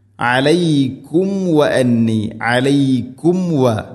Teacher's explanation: സാക്കിനായ മീമിന് ശേഷം വ, രണ്ട് ചുണ്ടുകൾ തമ്മിൽ തട്ടി മീമിനെ പൂർണ്ണമാക്കണം. വ അന്നി, വ അന്നി, നൂൻ ശദ്ദ് മണിക്കണം.